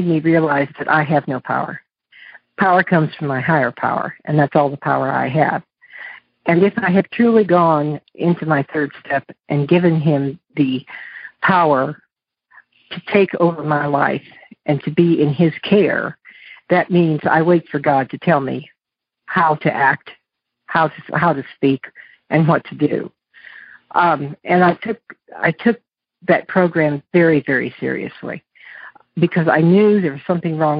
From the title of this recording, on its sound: Monday Noon Phone Speakers Series